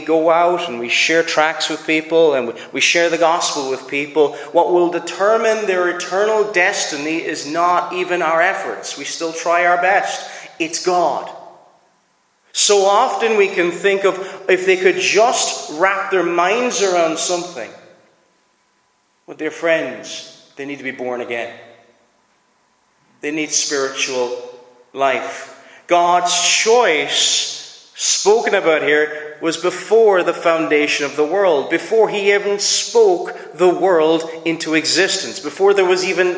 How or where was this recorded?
large echoing room